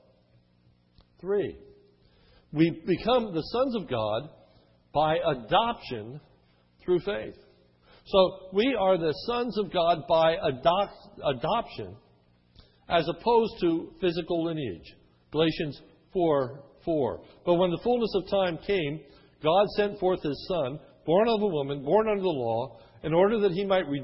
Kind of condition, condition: setting, large echoing room